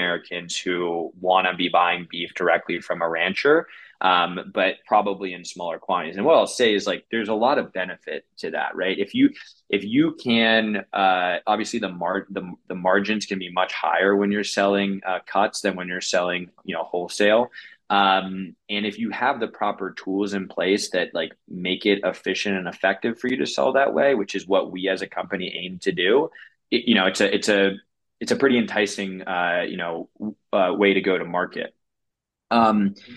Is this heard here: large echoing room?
no